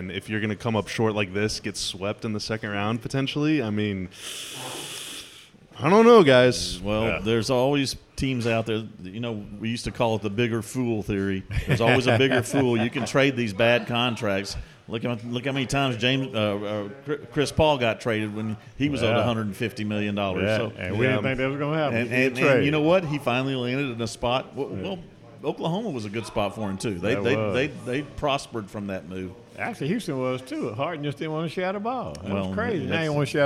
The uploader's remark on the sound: Thank you to Gus's Fried Chicken for allowing us to record in their restaurant!